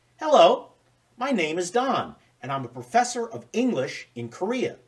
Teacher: See how we don't stress little words like my, is, a, in, and, at, the?